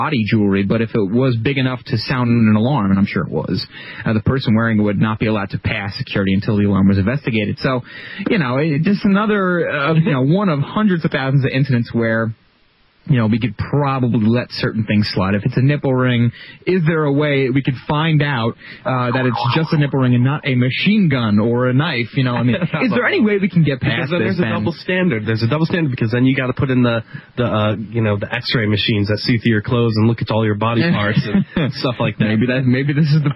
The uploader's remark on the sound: Take your phone calls in this episode.